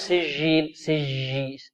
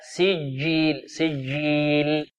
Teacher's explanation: شديدة، حرف شديد، لا نقول سجيل سجي، لا خطأ، ليست هذه الجيم جيم عربية، وإنما الجيم العربية شديدة · Shown in: second take